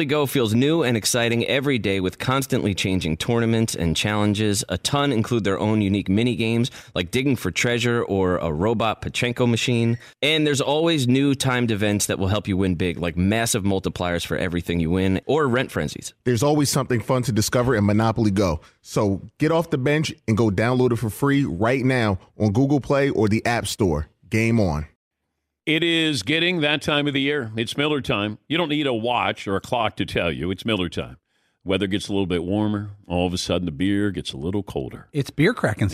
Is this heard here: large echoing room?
no